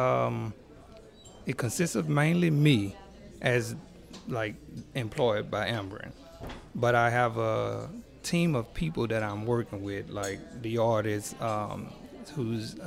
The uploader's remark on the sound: The show was recorded live over lunch at Mansurs on the Boulevard